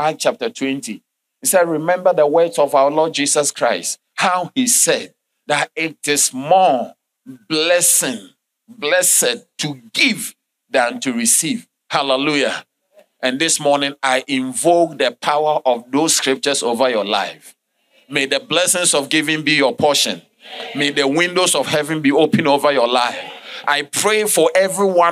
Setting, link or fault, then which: setting, large echoing room